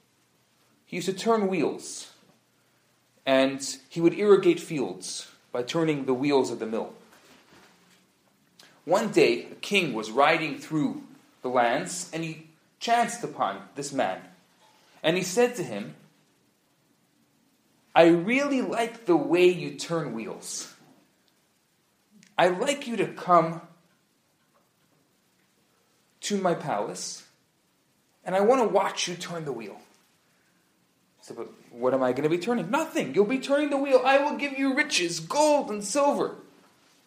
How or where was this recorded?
live audience